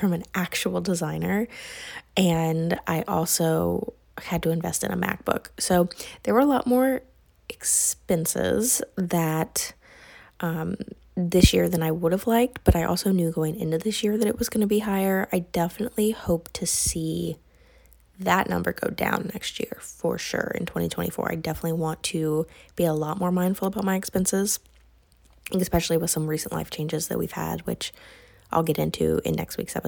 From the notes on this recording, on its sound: I also had to record this on my phone instead of my typical mic (more on that next week), so the quality just isn’t the same.